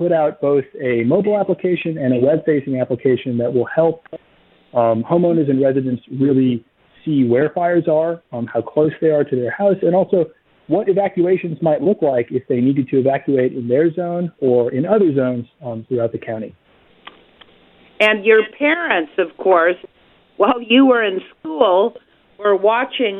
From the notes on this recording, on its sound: Calling into the Garden Forum.